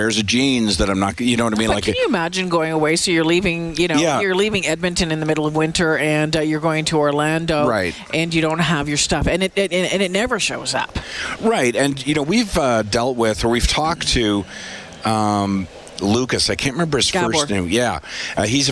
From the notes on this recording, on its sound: broadcast live from Santas Anonymous depot